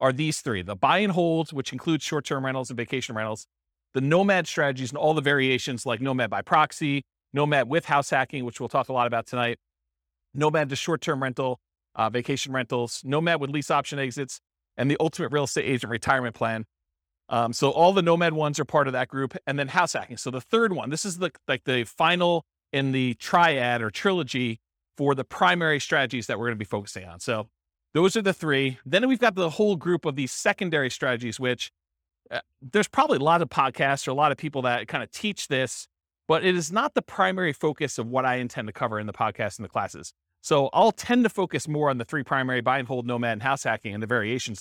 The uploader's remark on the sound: This was a live class recorded